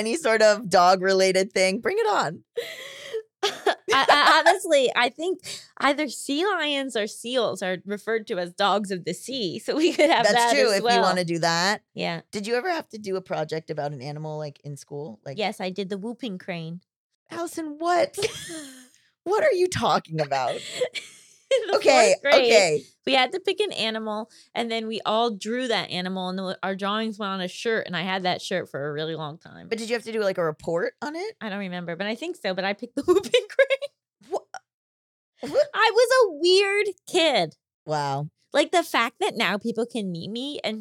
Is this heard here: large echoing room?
no